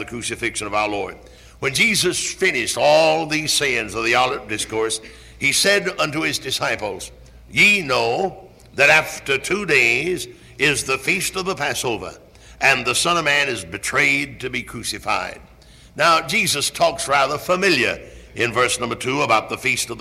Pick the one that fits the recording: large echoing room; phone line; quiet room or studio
large echoing room